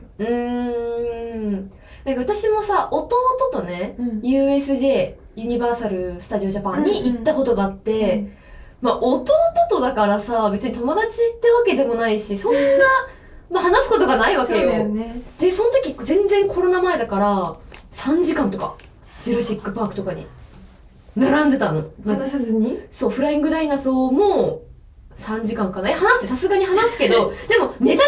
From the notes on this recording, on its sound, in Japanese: 録音状況が悪くてすみません！